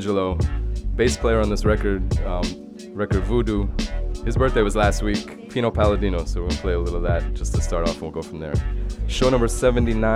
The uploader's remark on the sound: Originally broadcast live on October 24, 2016 from the storefront of The Late Late Bar on Houston Street in New York City.